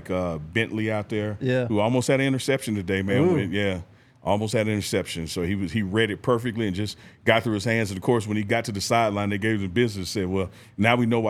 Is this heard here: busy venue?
yes